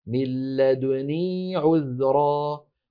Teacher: هذا بالنسبة للكلمة الأولى، قد بلغت من لدني عذرا، أيضا قرأها شعبة بدال مضمومة وبتخفيف النون مكسورة بوجهين، إما بالروم اللي خلينا نقول الاختلاس، قد بمعنى كما قلنا سرعة في خفض، قد بلغت من لدني عذرا، من لدني يعني دال مضمومة صوتها منخفض، نون مكسورة مخففة